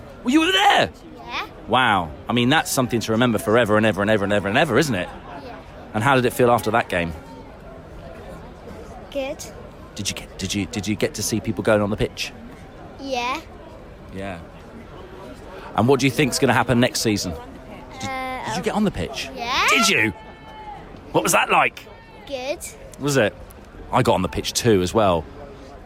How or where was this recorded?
outdoors